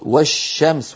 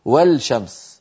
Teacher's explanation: ندغم اللام في الشين · Shown in: first take · فنقول والشمس ولا نقول والشمس. · Term: اللام الشمسية